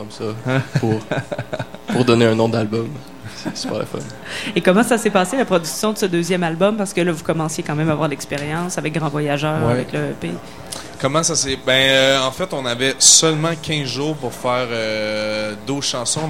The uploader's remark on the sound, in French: Lors du Festival OFF de Québec 2015 sur les ondes de CKRL 89,1, en direct du bar Le Sacrilège.